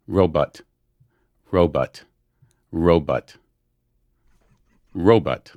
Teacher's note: That is more like robot, robot, robot. There's almost a huh on the row, even.